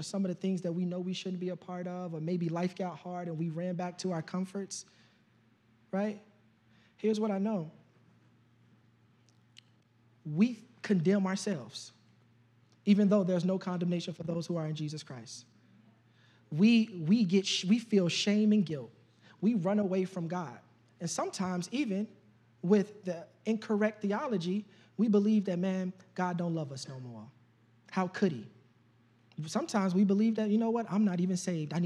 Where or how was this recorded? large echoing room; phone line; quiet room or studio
large echoing room